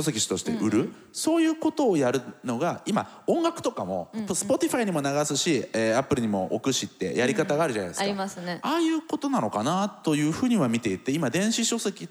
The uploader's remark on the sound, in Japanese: TOKYO FMの番組「マスメディアン 妄想の泉」。番組初となる公開収録の後編をお届けしました。